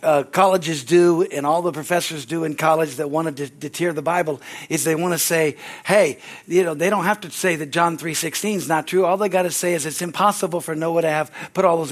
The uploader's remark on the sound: from the Sunday service on August 20, 2023 at Harvest Bible Church in Stockton, California